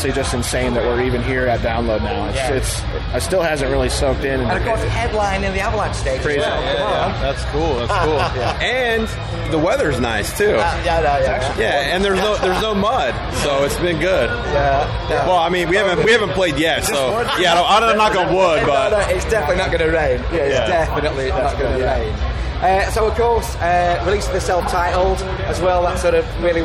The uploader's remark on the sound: TURS at Download Festival 2022